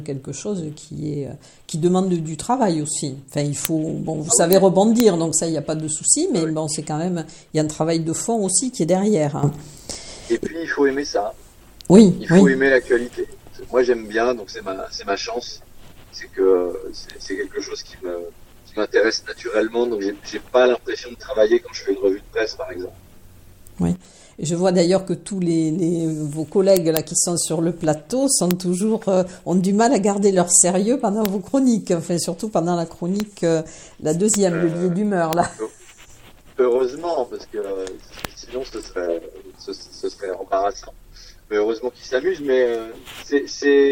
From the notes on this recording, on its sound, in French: Interview téléphonique